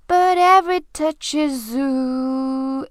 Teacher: Is 和 u 连读就在一起发成了 zoo But every touch is zoo La la la 这个 la la la 都是往上扬的